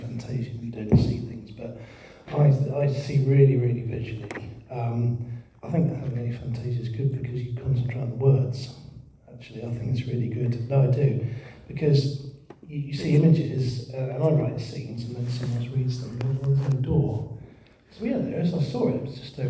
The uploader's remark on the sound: Recorded at the Darkside of Brighton Book Festival held at The Old Ship Hotel in Brighton, on 28th October 2023.